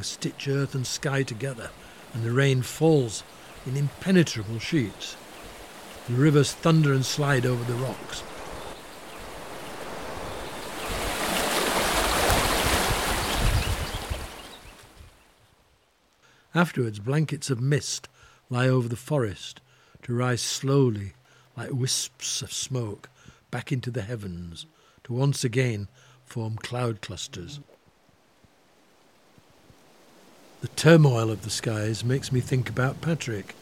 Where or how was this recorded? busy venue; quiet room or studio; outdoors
outdoors